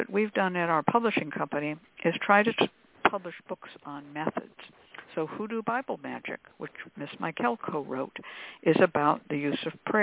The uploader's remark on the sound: a real, live call-in show